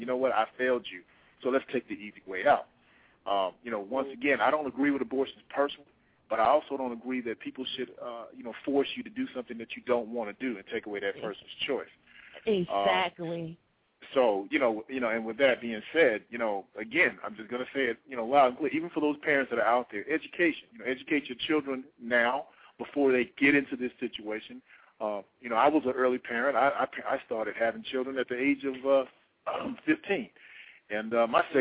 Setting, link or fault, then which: link, phone line